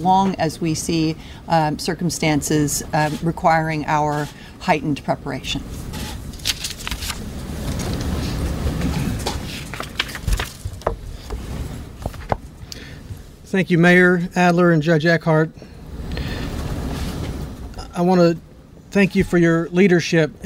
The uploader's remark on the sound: full press conference